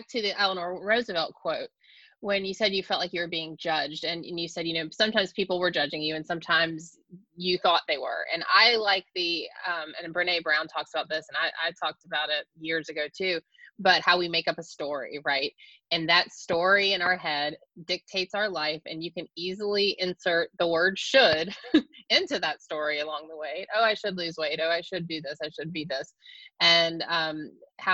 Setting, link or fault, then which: link, video call